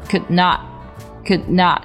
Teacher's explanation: could 和 not 这两个单词都要做一个顺序爆破处理